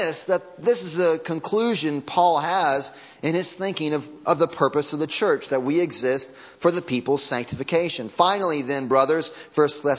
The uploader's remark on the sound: Audio from Sunday Morning Service